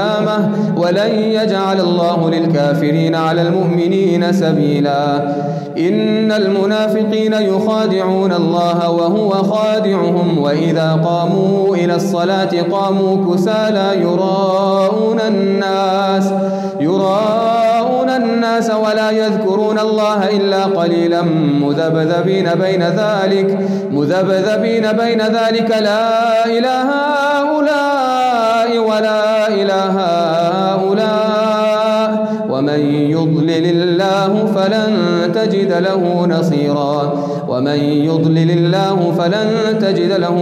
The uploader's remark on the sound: Qiyaam Day 4 at the houghton Houghton masjid